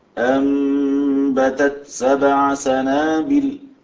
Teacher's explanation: نأتي بالهمس التاء ثم ندخل في السين